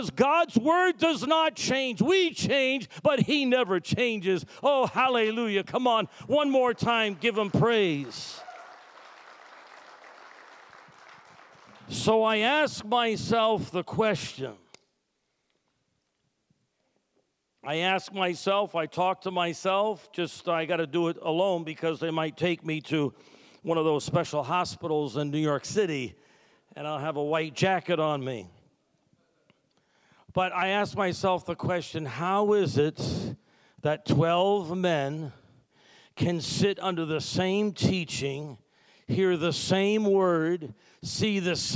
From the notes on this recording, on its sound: Sunday Service Recording